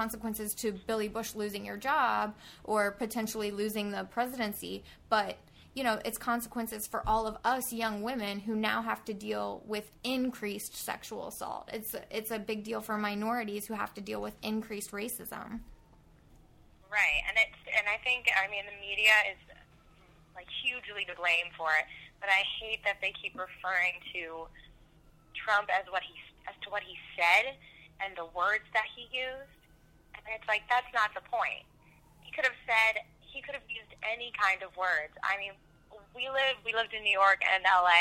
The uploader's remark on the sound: We thought we'd air this phone conversation we had